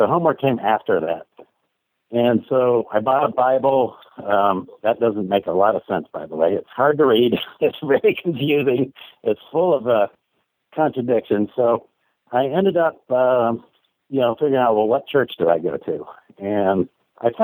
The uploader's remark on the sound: Call In Show.